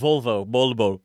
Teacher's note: the V's turning into B's.